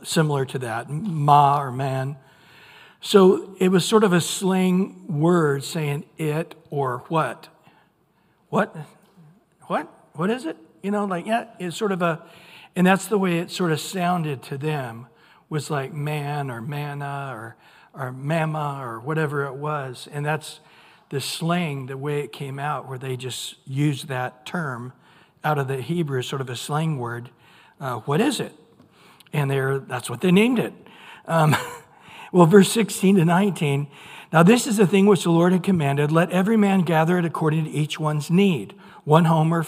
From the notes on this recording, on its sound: Recorded at Calvary Chapel of Los Alamitos on Aug 9 2023 on Wednesday evening sermon.